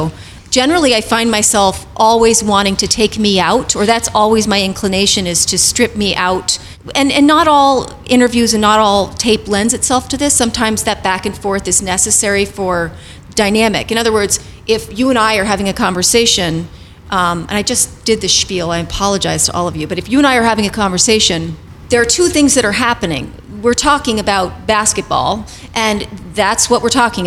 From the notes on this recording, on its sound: we tune in on a live panel discussion